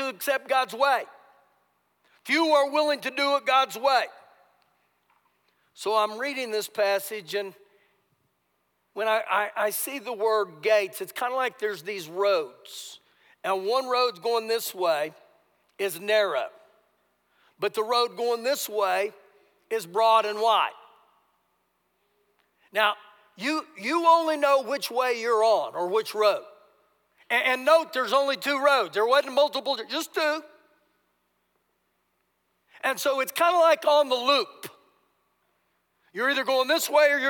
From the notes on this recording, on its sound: Recorded live during our Sunday service